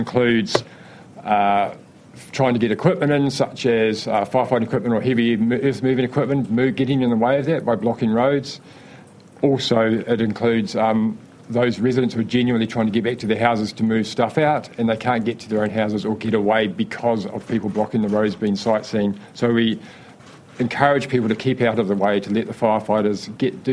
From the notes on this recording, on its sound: Fire and Emergency media conference on Port Hills fire.